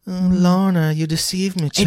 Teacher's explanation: his voice has a sort of hollowy thing. Like there's like a thinness to the voice.